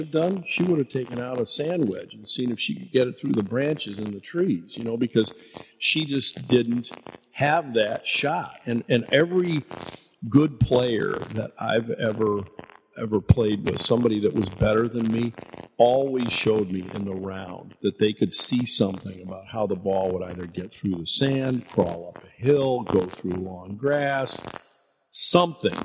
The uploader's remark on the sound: Unfortunately the audio file was damaged so the audio is not up to our standards. We thought it would be better to release it as is than to try to recreate the magic.